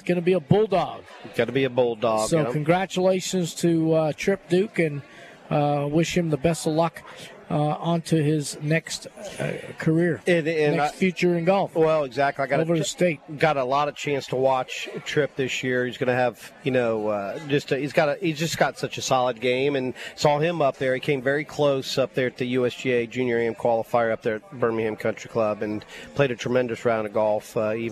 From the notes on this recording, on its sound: LIVE From Felix's Fish Camp!